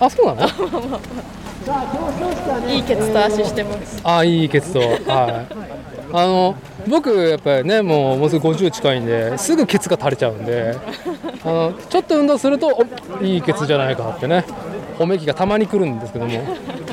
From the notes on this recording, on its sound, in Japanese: 屋外収録「東海シクロクロス開幕戦 おおが城山公園 ※ME1ノーカット無修正版」。